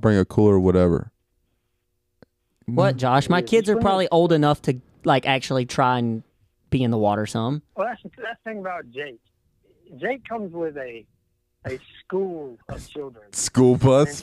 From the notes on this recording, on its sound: This week we have new equipment and finally have a call in guest!